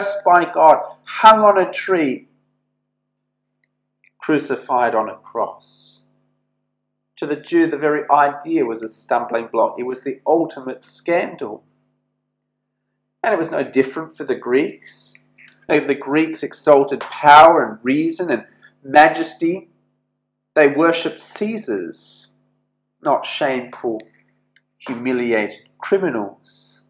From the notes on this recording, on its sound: This sermon was preached at St George's Church, Penang